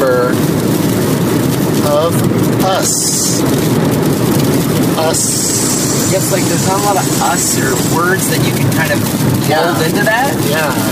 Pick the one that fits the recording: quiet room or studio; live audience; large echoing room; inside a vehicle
inside a vehicle